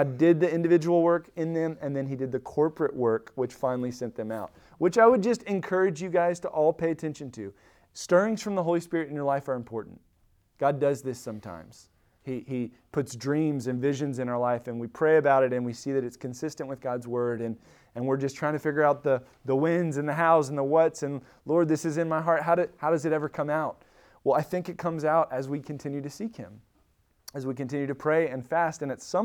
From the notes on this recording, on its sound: Recorded at Emmaus Church in Buford, GA on Wednesday, Feb 15, 2023.